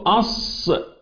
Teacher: في انفتاح في الاوتار الصوتيه هكذا، عدم هزة في الأوتار الصوتية · Term: همس